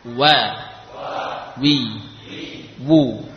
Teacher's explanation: waw dengan menghimpun dua bibir, menyisakan celah